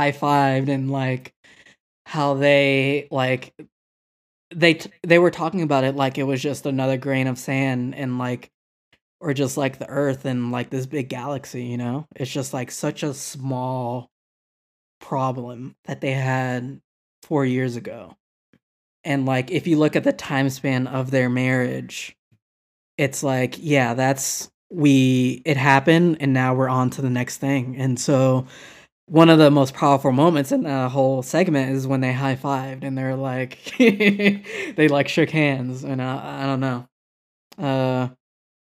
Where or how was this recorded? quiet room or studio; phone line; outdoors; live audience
quiet room or studio